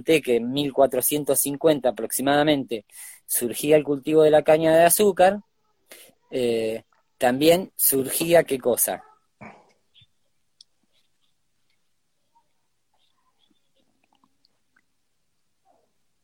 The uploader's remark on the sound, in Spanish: Audio de la charla en vivo por Instagram